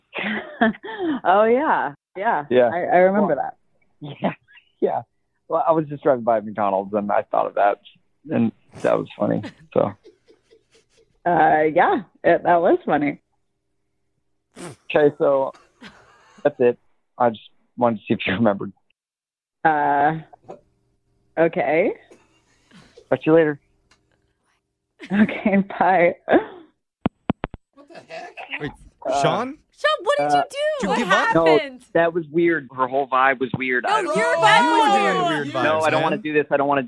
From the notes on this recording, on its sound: One of our listeners swears he’s stuck there and wants to use the Awkward Tuesday Phone Call to try and escape!